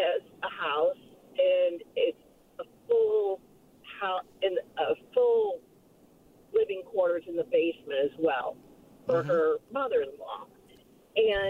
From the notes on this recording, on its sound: More Phone Calls.